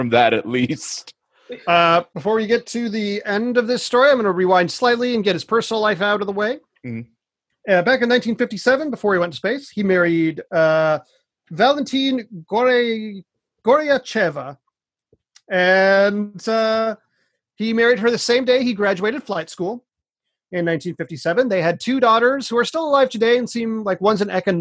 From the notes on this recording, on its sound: The audio for this podcast came directly from our Zoom call, so the quality is not up to usual standards.